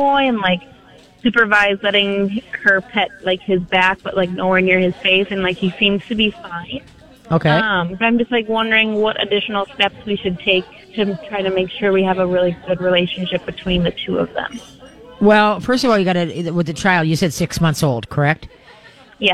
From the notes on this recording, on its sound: We are LIVE from Pet Evolution in Arden Hills!